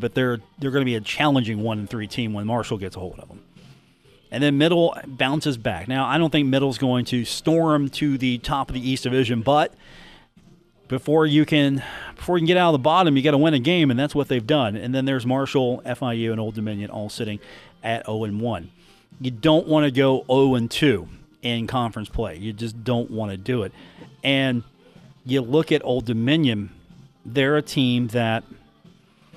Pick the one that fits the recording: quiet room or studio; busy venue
busy venue